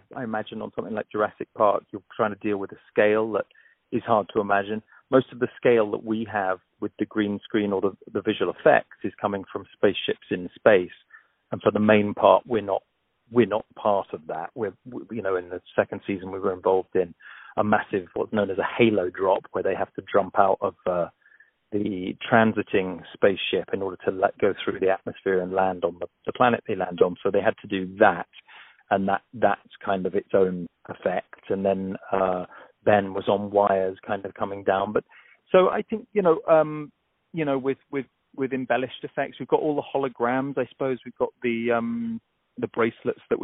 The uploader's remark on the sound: On the phone